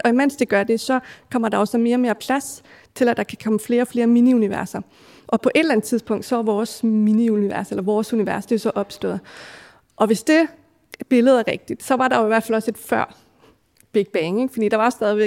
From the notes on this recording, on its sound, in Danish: RumSnak LIVE. Vi har hele tre gæster med i auditorie O-100 på Syddansk Universet, foran et levende publikum.